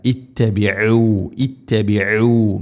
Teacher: ഐന് തൊണ്ടയുടെ മധ്യഭാഗമാണ് മഖ്റജ്. ഐന് ഹംസ പോലെ ആവരുത്.